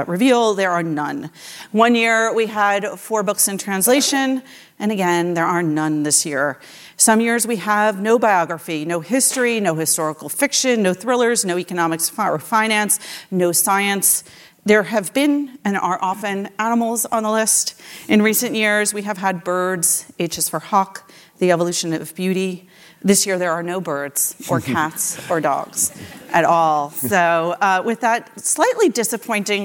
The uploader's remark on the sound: taped live